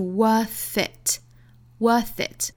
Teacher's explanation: 后面的这个 worth 应该是清辅音结尾